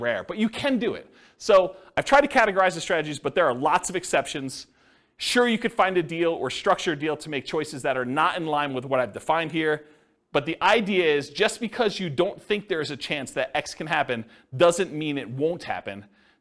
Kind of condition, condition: setting, live audience